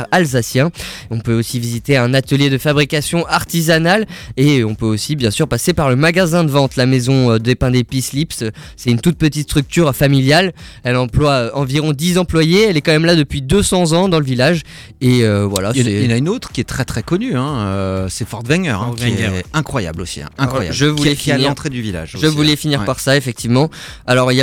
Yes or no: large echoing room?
no